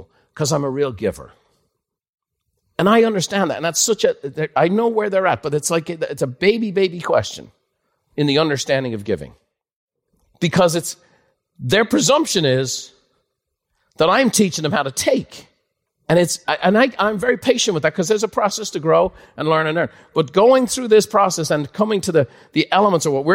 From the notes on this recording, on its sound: A live recording from Buffini & Company Peak Experience.